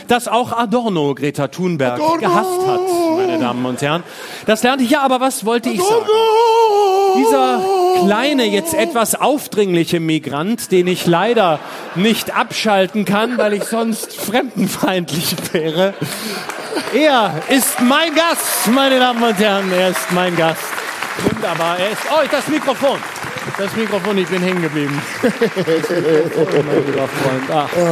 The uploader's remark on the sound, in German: Live aus dem Tipi. Live-Podcast im Tipi.